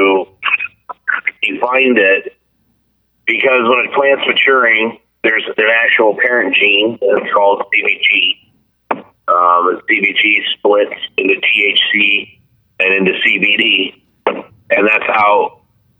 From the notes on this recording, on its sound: get him back on the phone